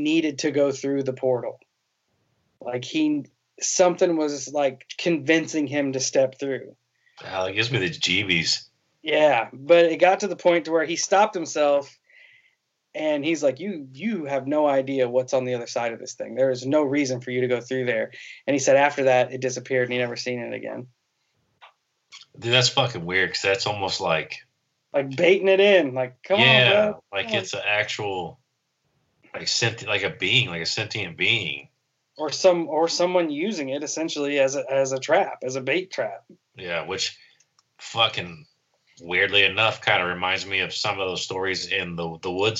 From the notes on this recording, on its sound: On this episode we had to record over Skype so with that being said we apologize for a lesser sound quality.